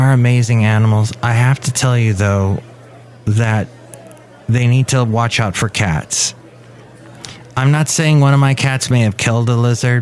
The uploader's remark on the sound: podcasts live from Café Anyway